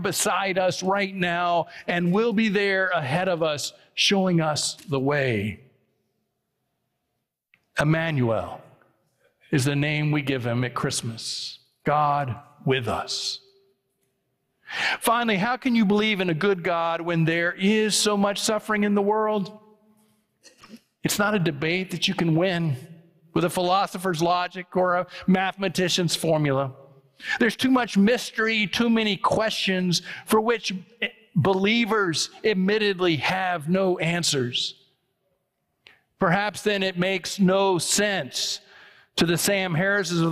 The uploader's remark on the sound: It was preached on October 8, 2023 at First Presbyterian Church of Allentown.